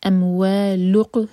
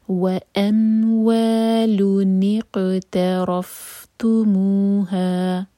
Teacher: تو ضمہ کی تنوین یعنی کہ لن ساؤنڈ، لام پر ضمہ ساتھ میں نون ساکن لن، تو نون ساکن جو ہے اس پر کسرہ لگا کر آگے قاف سے جوڑا جائے گا · Shown in: second take · تو بنے گا وَأَمْوَالٌ اقْتَرَفْتُمُوهَا، تَا لائٹ را ہے بھی، تَرَفْتُمُو، مو مد تبعی دو حرکہ لمبا، اس کے بعد ہا مد تبعی دو حرکہ لمبا، تو بنا وَأَمْوَالٌ اقْتَرَفْتُمُوهَا.